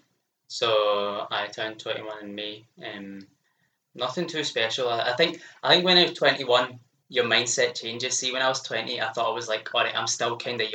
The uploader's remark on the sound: Sorry for the audio quality of this episode.